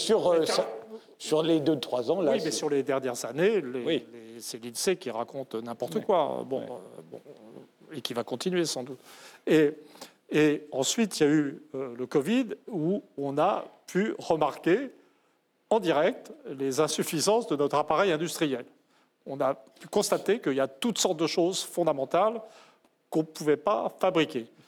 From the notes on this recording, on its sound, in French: L'émission de RT France en public